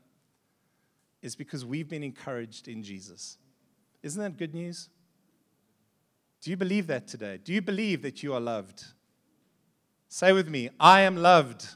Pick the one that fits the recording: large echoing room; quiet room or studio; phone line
large echoing room